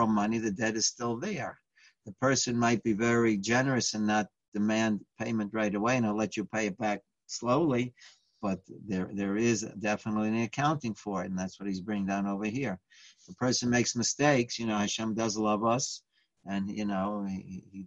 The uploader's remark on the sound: Live On Zoom